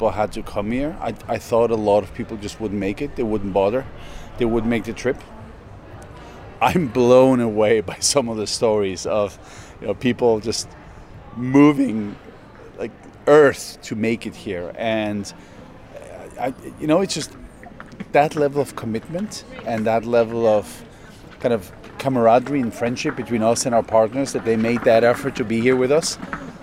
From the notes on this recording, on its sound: This special bonus episode of Beyond Numbers is recorded live from Xerocon London 2022.